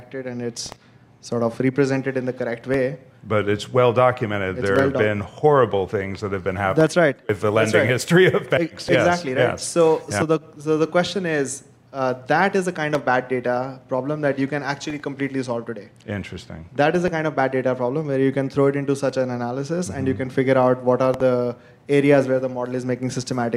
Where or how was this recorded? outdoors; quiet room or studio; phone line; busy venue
busy venue